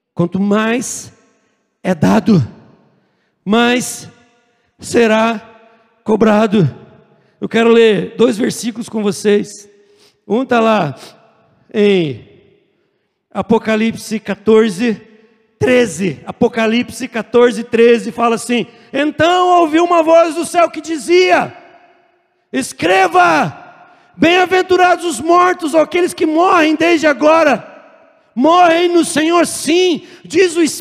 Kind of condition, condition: setting, large echoing room